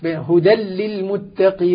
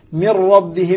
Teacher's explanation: بلا غنة في اللام والراء ليجملها، هذا متفق عليه، كلهم يدغمون في اللام والراء بلا غنة. بلا غنة.